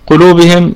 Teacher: قلوبهم القاف في ثالث درجات التفخيم، القاف من حروف الاستعلاء المجموعة في كلمة خص ضغط قض، هذا هو الشاهد، قض القاف.